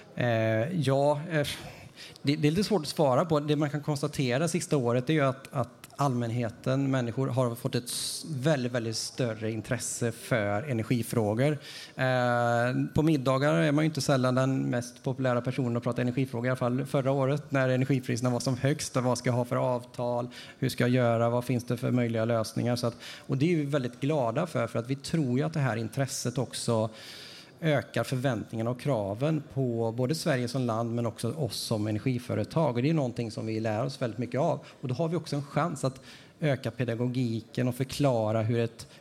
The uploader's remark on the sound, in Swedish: EnergiStrategiPodden live på Frihamnsdagarna. Sände vi Energistrategipoddens första live-podd under Frihamnsdagarna i Göteborg.